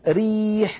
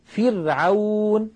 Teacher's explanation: ساكنة وقبلها مكسور نرققها نعاملها معاملة ري